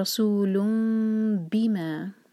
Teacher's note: ہے جو ہے چار حرکہ لمبا مد متصل. آگے رسول بما، رسول تھا تنوین کے بعد با ہے تو نون کا ساؤنڈ میمی چینج ہوگا اقلاب, اس کے بعد اخفا شفی، ٹائم دیں گے رسول بما